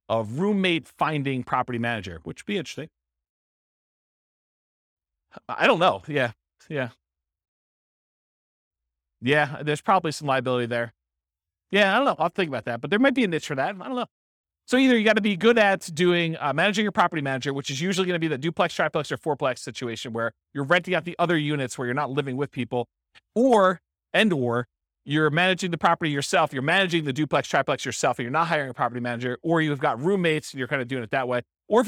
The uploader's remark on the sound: This was a live class recorded